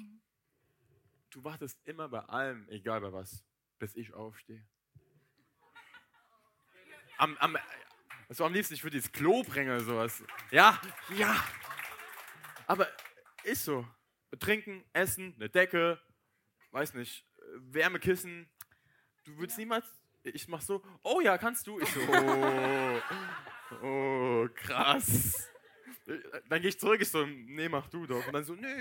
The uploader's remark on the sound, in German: Unsere erste Liveshow. Dass vorgestern unsere aller erste Podcast Live Show stattgefunden hat!! Wundert euch nicht, wenn es sich manchmal so anhört, dass wir lispeln ( das Mikrofon ist Schuld) & es ist alles LIVE.